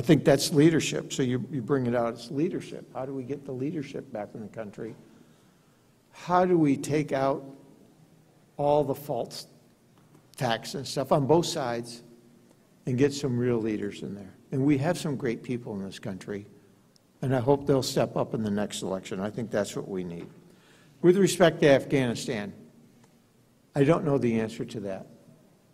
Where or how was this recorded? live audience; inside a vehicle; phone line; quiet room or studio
live audience